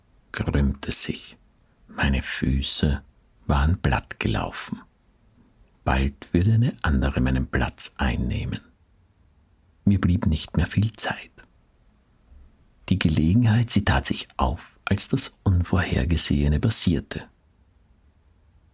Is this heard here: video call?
no